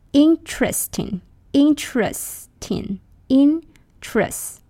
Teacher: Interesting, three syllables, not interesting, four syllables.